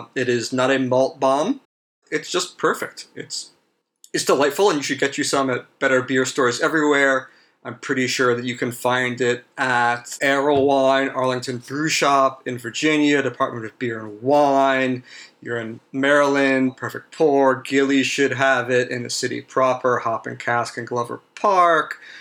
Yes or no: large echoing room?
no